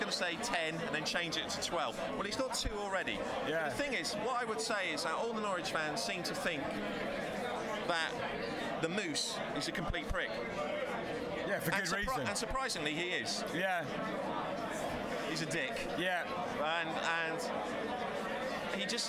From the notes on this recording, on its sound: Live from the Newcastle Match